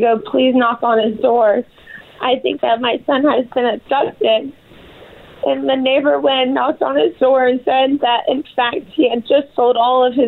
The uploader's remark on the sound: joins the show by phone